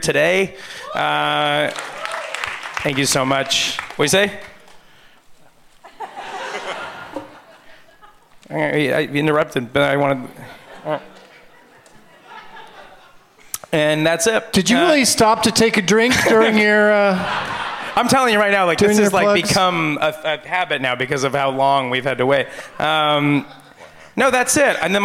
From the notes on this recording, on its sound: Live from the Gramercy Theatre in New York City